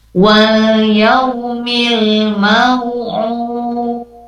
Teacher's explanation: ini dipantulkan lagi huruf dalnya ya, karena salah satu dari huruf matul qalqalah yaitu huruf dal ya, ada di akhir kata. Kemudian kita akan wakofkan, maka bunyinya menjadi memantul pada saat diwakofkan.